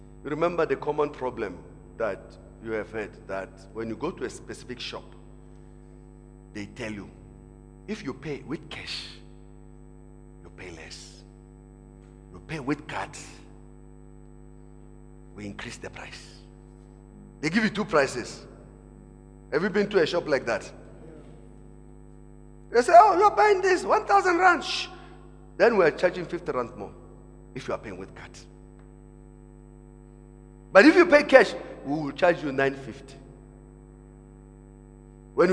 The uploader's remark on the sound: Preached at Emmanuel Christian Church, Arcadia Campus, First service on the 29th of October 2017.